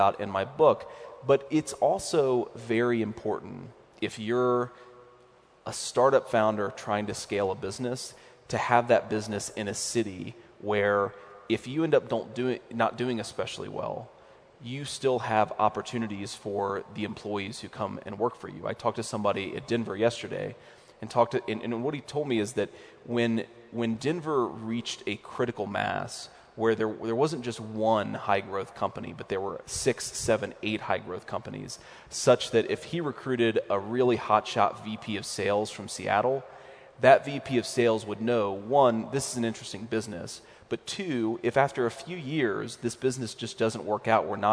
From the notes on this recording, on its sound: In his keynote during Silicon Slopes Tech Summit 2018.